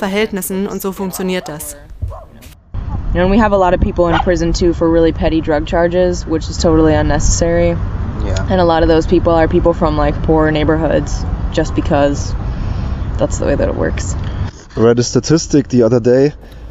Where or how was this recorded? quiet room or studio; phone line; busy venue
busy venue